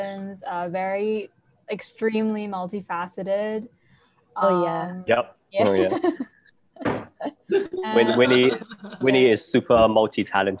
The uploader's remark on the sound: we take this week's episode onto Zoom